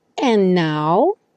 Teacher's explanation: Veja como o de sumiu, então o N do and já juntou com now